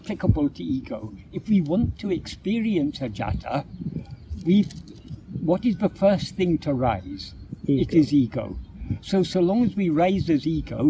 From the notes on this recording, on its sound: Filmed in Hyde Park, London. The impromptu discussion was recorded on an iPad without the use of external microphones, so this affected the audio quality.